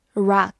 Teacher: 美式发音，O 的口型比较大 · IPA: [rɑːk]